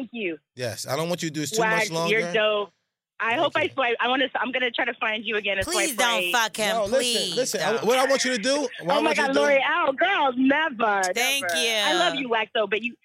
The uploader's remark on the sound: We opened up phone lines for "Who's On Drugs" to see what our listeners thought about the subject.